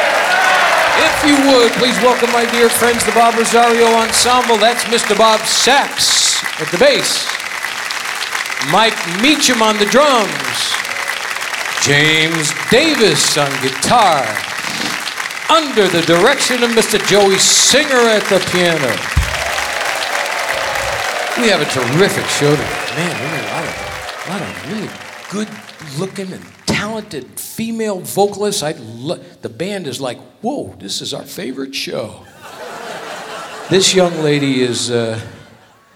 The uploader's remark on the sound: Live at the SouthPoint Casino